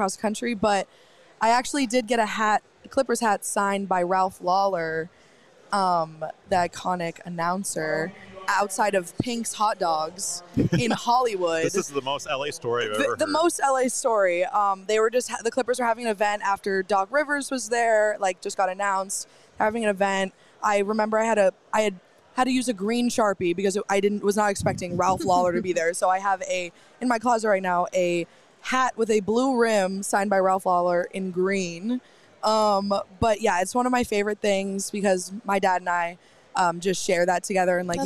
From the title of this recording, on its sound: LIVE from the National Sports Collectors Convention!